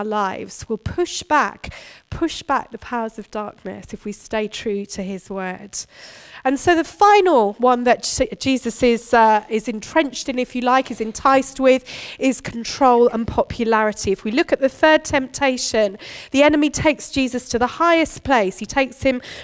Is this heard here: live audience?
yes